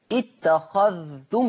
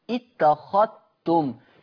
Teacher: قرأ ورش بإدغام الذال في التاء بشرط سكون الذال · Shown in: second take